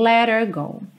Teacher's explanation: Esse H, por ser uma consoante um pouco mais frágil, ele acaba podendo ser omitido, tá? Não é obrigatório, mas acontece muito.